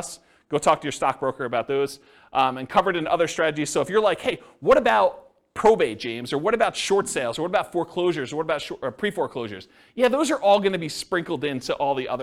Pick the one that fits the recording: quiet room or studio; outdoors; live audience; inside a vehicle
live audience